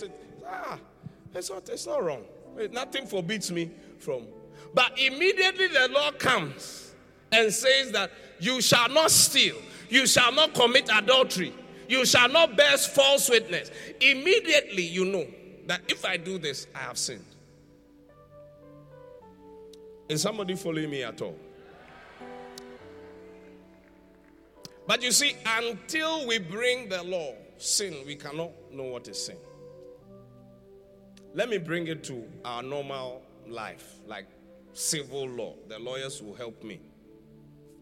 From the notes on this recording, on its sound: Preached at the Qodesh